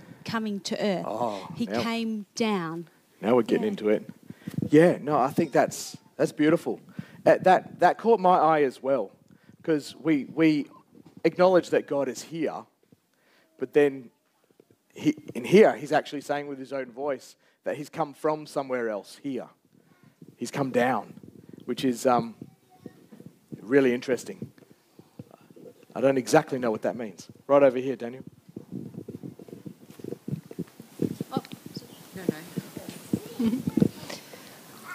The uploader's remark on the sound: Recorded Live on 23rd July 2023.